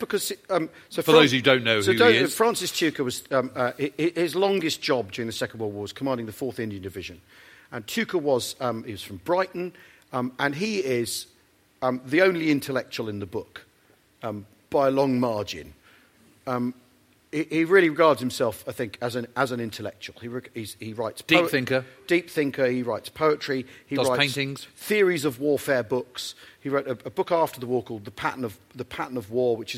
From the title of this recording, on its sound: Live at The National Army Museum